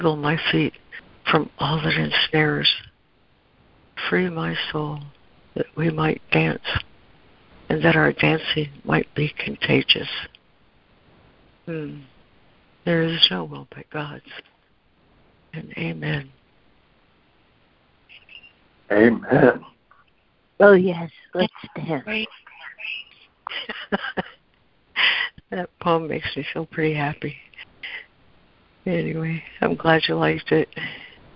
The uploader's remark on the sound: ACIM Daily Conference Call